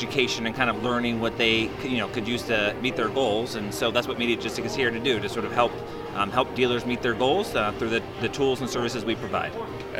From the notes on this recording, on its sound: Sounds from the Showroom Floor at EPIC 2023. We are live from the showroom floor at EPIC 2023 to chat with some of the vendors at the event.